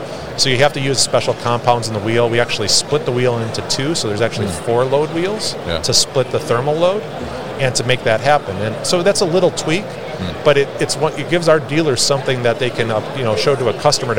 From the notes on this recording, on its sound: Big Joe Lift Trucks at MODEX 2022.